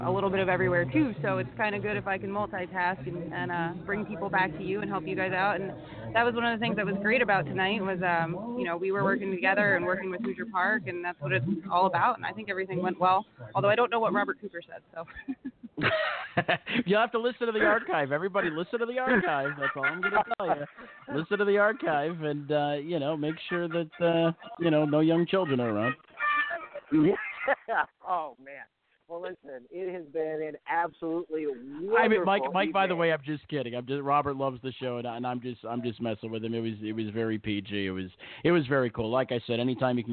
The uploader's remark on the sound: 2016 Dan Patch Stakes LIVE from Hoosier Park. Is LIVE from Hoosier Park in Anderson, Indiana to cover the 2016 Dan Patch Stakes.